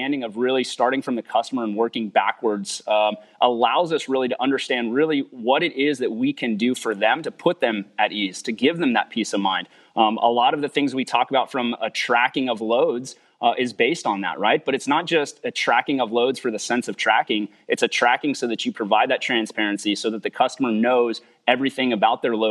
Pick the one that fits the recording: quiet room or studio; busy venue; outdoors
busy venue